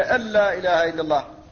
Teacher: فلا تظهر النون ولا غنتها، لأن النون أبدلت لاما فادغم اللام في اللام · Term: الإدغام الخالص